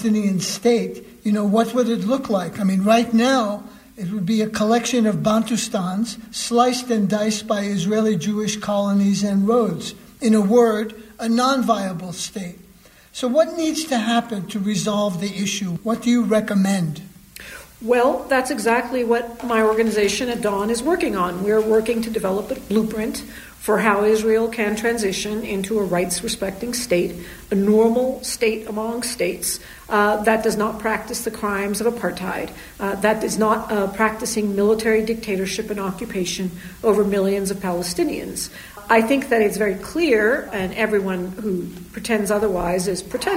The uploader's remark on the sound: Recorded at the Middle East Studies Association annual conference.